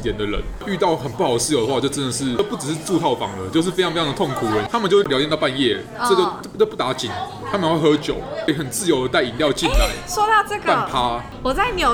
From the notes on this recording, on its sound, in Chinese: 本集白噪音指數：北風級 4/5。錄音地點：Heritage Bakery & Cafe。